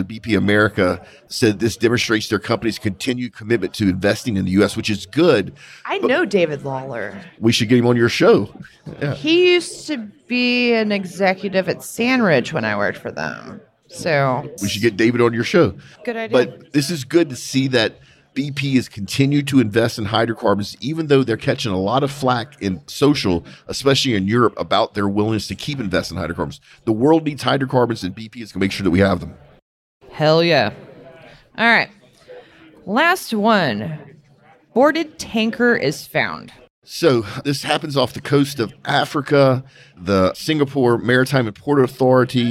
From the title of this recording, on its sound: Live from the SPE Oil and Gas Symposium